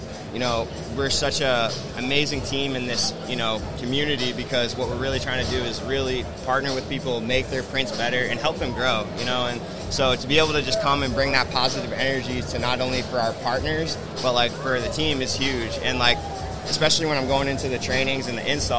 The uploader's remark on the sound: Live from ISS Long Beach 2024. A live and dynamic session straight from the heart of Impression Expo Long Beach 2024.